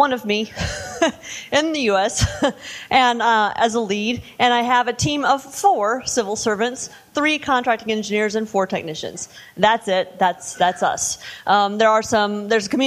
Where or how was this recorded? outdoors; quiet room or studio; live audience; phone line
live audience